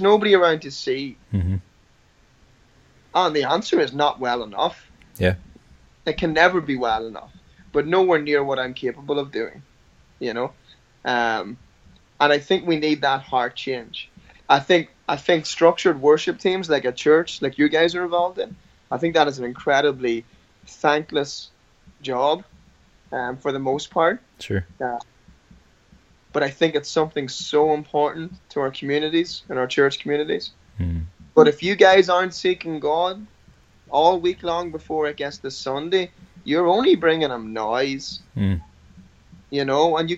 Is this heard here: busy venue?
no